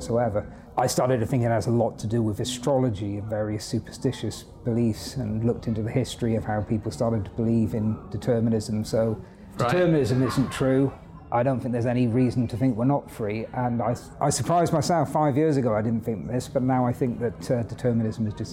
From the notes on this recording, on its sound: This interview was recorded at our philosophy and music festival HowTheLightGetsIn .